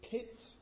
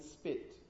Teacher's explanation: we have a choice between pit, which is aspirated, and spit, where the p is not aspirated. And that it, in fact, doesn't work the other way around.